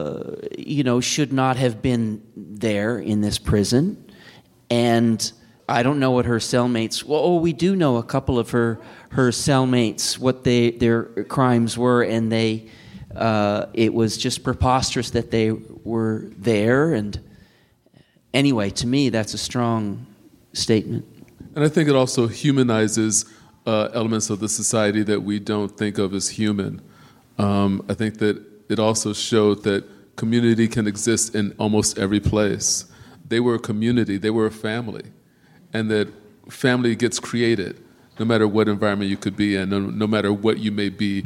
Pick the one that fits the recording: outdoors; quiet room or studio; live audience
live audience